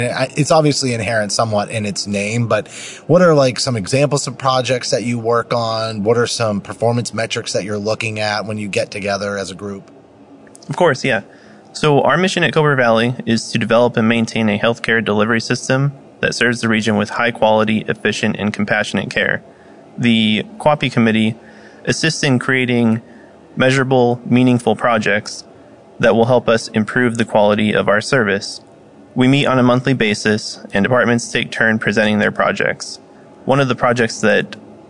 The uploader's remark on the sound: live at AHRMM23 in Orlando